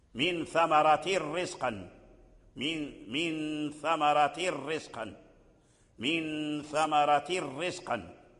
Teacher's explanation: فالتنوين دخل في الراء فأصبح إدغاما كاملا